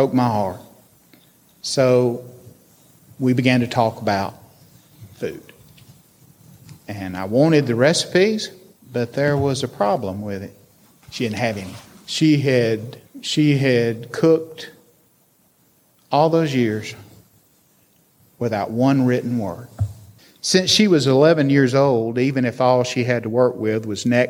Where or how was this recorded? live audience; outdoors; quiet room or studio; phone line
live audience